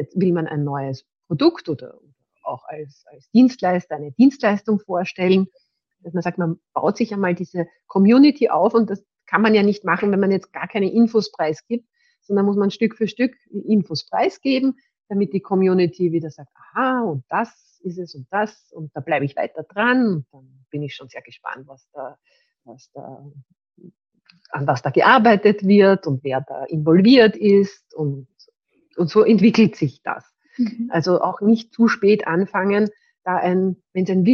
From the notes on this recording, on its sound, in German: Das Interview wurde als LinkedIn Live durchgeführt